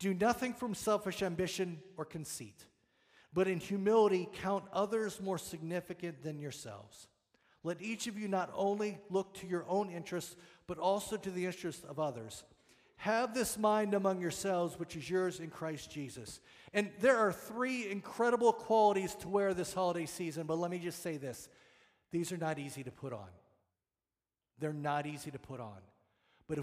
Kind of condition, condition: setting, large echoing room